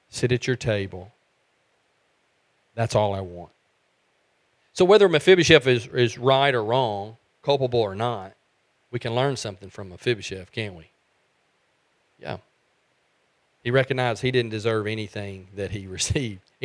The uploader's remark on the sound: from the pulpit of Beaver Baptist Church in Brighton, Tn.